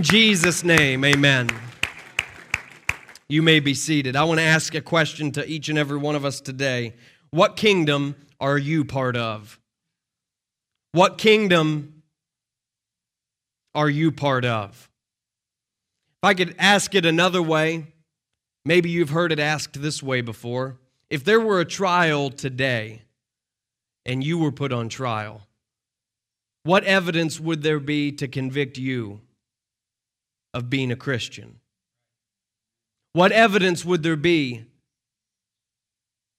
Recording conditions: live audience